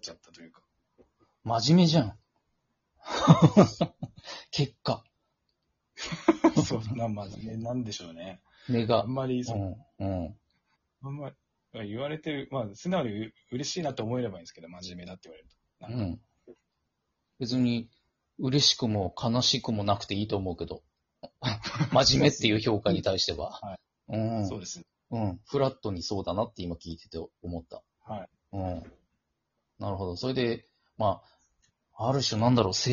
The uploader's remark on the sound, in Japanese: リモート収録。